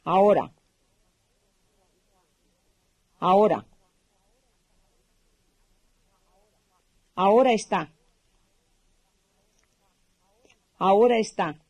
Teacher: Remember that the H is not pronounced in Spanish.